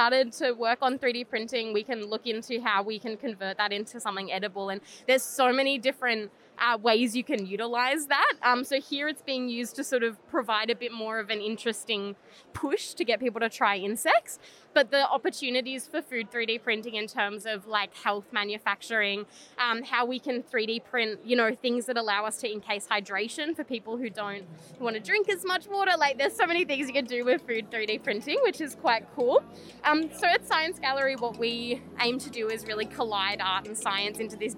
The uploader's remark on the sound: on location at EduTECH 2022